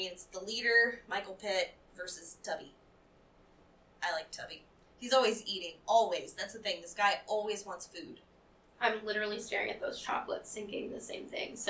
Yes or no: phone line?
no